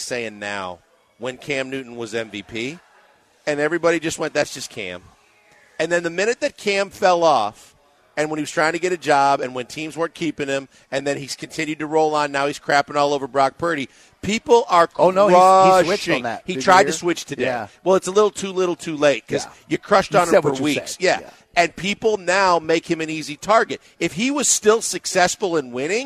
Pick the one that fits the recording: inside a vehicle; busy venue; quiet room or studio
busy venue